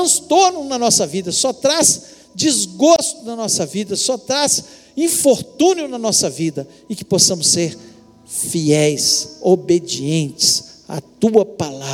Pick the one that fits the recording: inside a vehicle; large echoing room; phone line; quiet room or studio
large echoing room